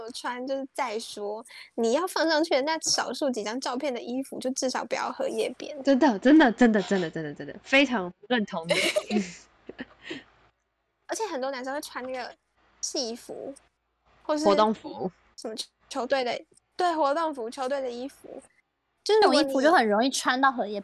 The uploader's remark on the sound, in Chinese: 本集為第一次遠距錄音。音質不好請見諒！